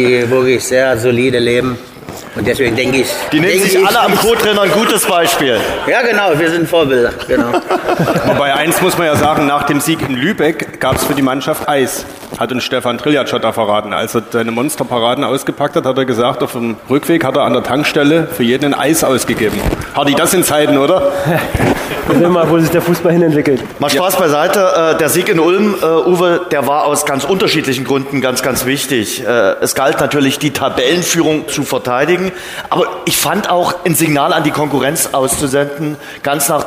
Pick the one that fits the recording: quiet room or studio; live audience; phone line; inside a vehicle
live audience